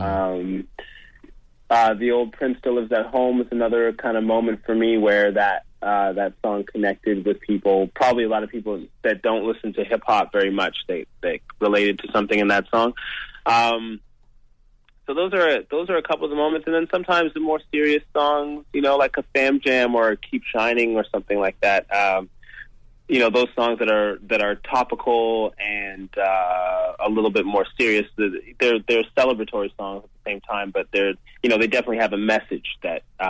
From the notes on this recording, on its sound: called into our weekly radio show in London